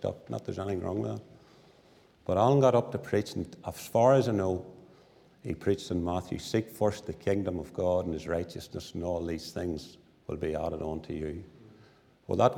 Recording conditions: large echoing room